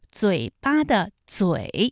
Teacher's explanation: 它的平舌声母是滋 · Term: 平舌音